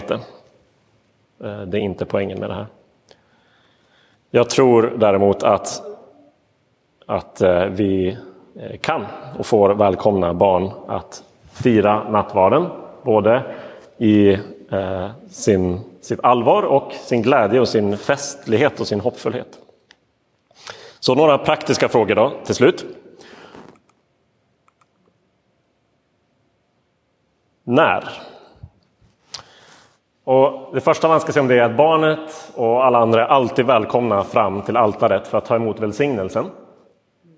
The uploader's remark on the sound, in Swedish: Inspelad i Roseniuskyrkan den 23 oktober 2022.